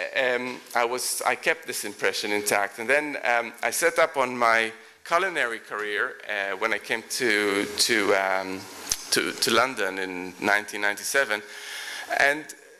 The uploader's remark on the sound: Recorded at The Tabernacle in London in May 2010.